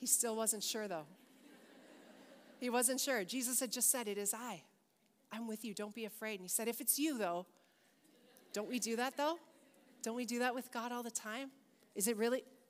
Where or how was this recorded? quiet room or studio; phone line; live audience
live audience